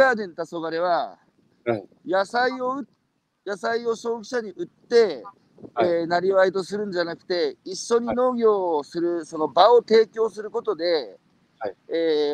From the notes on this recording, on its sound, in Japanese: 歩きながら1時間、対談する。